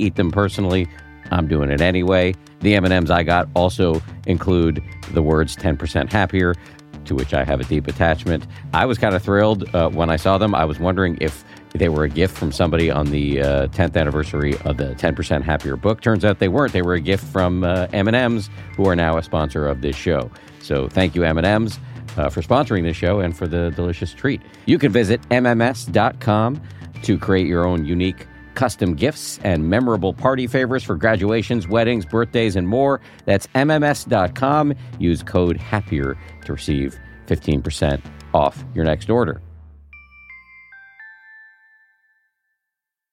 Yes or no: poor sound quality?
no